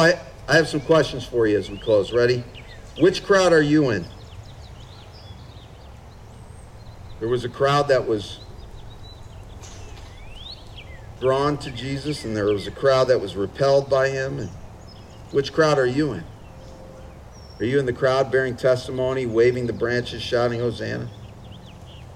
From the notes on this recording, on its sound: Father's Day Outdoor Service. This was an outdoor service, so please forgive some of the audio quality flaws.